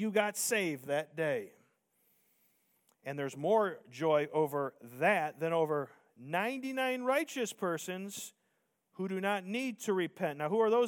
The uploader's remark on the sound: Preached Sunday Morning